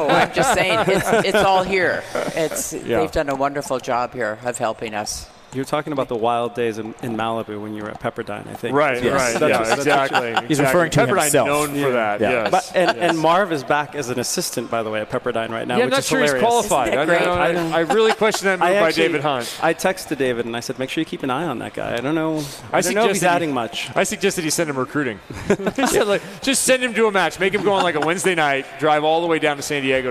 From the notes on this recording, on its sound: Travel to Las Veags with a special edition of The Net Live from the Red Rocks Rave tournament brought to you by the Southern Califonia Volleyball Association (SCVA).